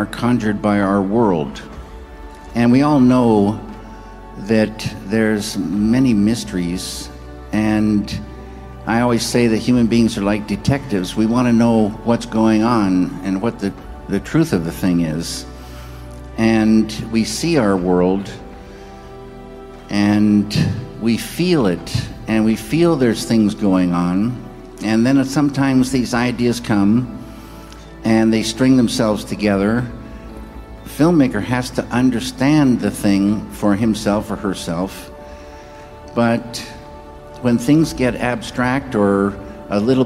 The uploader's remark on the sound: 2006 talk at the Majestic Theatre, Boston